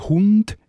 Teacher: ND, Hund, ist ja mit der Zungenspitze.